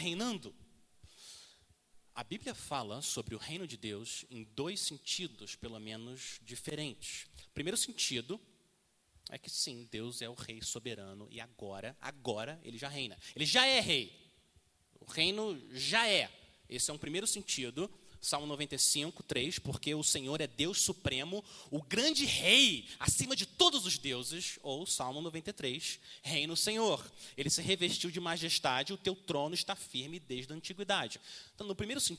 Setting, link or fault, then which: setting, large echoing room